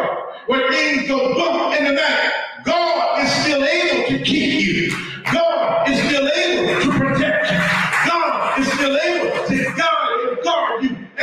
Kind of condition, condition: fault, poor sound quality